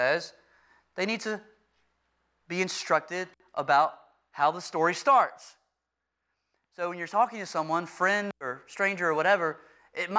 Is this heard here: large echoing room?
yes